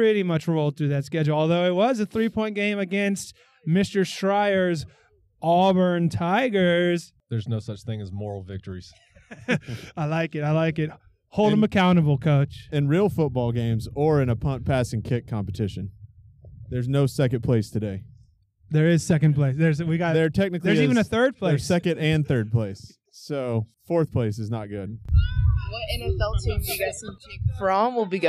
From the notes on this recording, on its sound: A live recording taken during the inaugural Punt, Pass and Kick competition presented by Enterprise Academy and the 585 podcast. Today’s event was a fundraiser to benefit the local United Way.